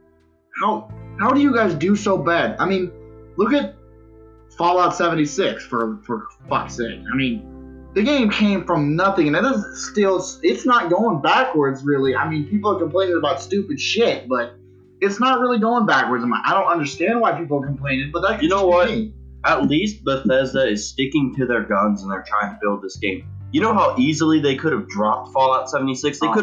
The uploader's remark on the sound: Audio was [very] rough but we're not quite perfected on the audio tech yet so we're planning to improve!